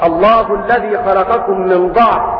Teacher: أما حفص فله الفتح والضم، وشعبة وحمزة يقرآن بفتح الضاد